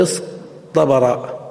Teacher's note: وقلب تاء افتعل إلى طاء، نقلب التاء في افتعل إلى طاء، متى؟ إذا كانت فاؤه حرفا مطبقا